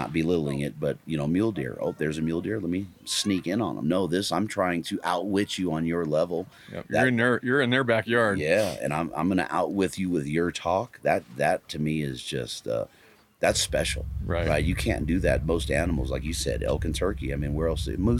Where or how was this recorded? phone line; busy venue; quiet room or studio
busy venue